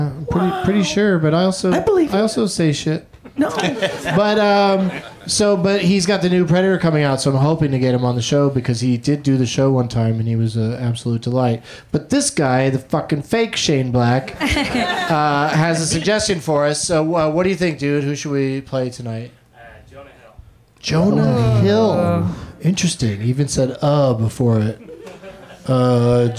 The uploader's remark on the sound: Back home at the UCB Franklin in LA